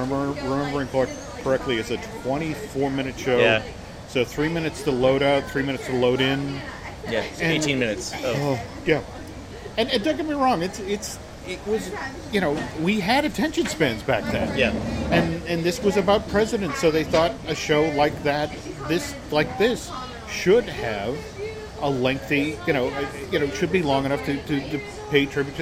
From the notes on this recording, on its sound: Recorded last week at the Magic Kingdom